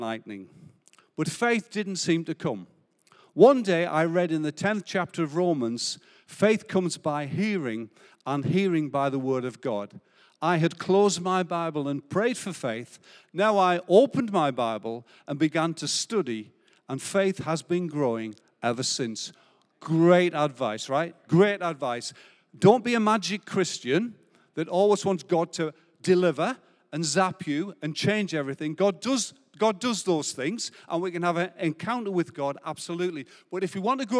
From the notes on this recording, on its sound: Recorded live at Life Church Lancashire, 30rd October 2022.